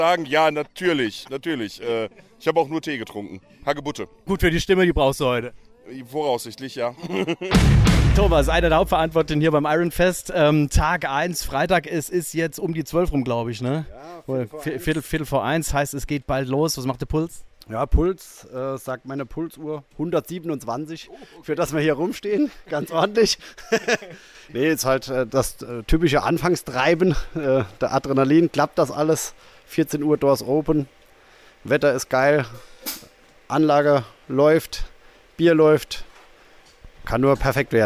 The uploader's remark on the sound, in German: Der Metalkeller hinter den Kulissen eines kleinen aber feinen Festivals. Sonne, See, sehr viel Musik und super Laune. Hinter den Kulissen des Iron Festes in der Westpfalz.